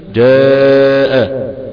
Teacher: يجد عندنا حرف مد اللي هو الألف الممدودة وبعدها الهمزة، هنا تحقق شرط المد المتصل.